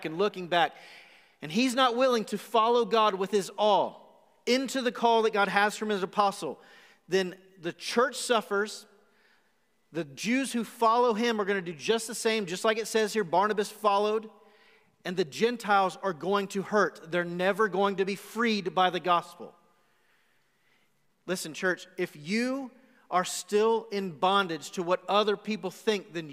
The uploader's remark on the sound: Recorded live on January 31, 2021 at The Fellowship at Two Rivers.